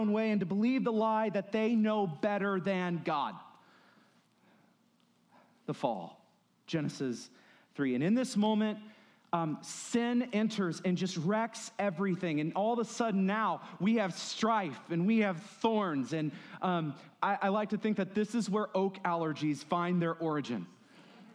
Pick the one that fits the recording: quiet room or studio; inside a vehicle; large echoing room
large echoing room